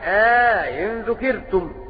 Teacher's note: وقالون وأبو عمرو أدخلا ألفا بين الهمزتين